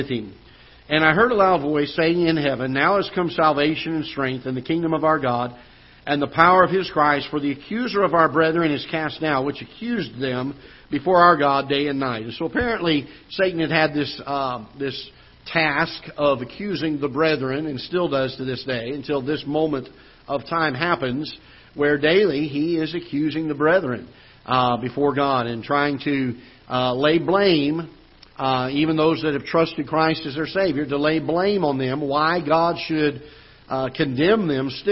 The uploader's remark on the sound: Ketha Heights Baptist Church ~ Live Broadcast